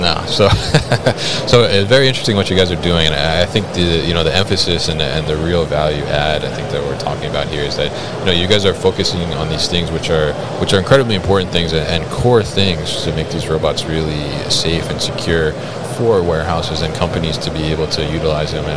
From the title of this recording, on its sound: FORT Robotics at MODEX 2022